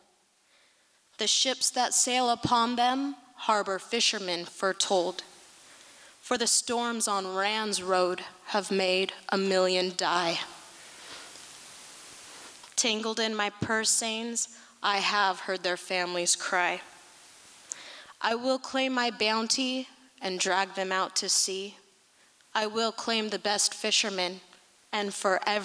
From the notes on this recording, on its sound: Liberty Theatre-Friday Night. Recorded at the Liberty Theatre on Friday, February 24th, 2023.